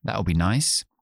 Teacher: la L del futuro contraído, no se oye